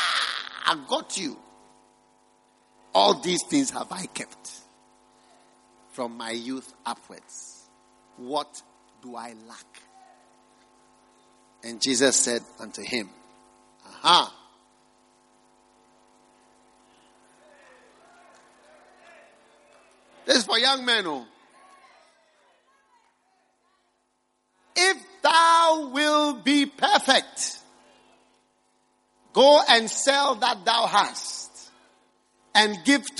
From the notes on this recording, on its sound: Preached at the First Love Center.